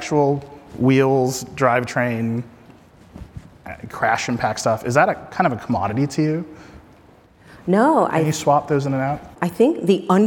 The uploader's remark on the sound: we recorded it live, on stage at Code Conference